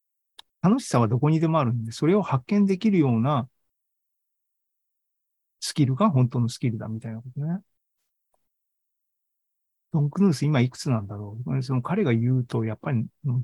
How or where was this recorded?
video call